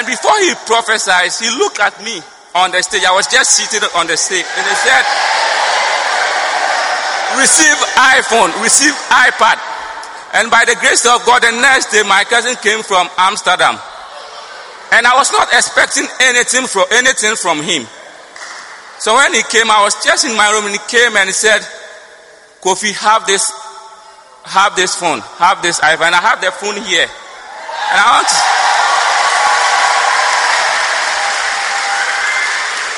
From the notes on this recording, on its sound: Preached at the First Love Center, Accra